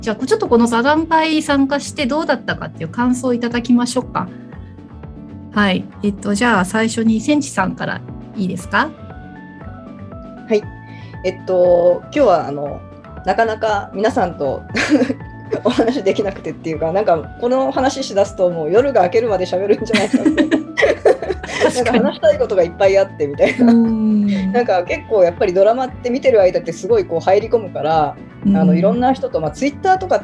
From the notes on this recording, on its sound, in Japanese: 怪物 好きなリスナーのみなさんと、zoomで収録いたしました！